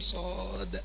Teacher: حرف المد الياء بعده الميم ساكنة سكونا خفيفا، يعني هي ما فيش فيها إيه إضغام ولا شد · Term: مد لازم حرفي مخفف